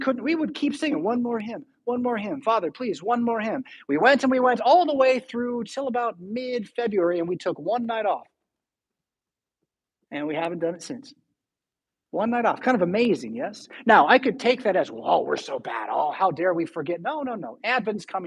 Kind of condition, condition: setting, large echoing room